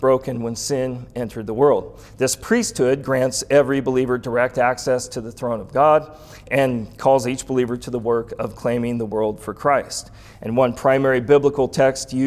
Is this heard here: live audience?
yes